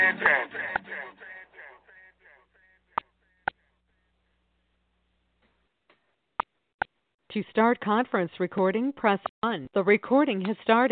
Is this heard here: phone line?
yes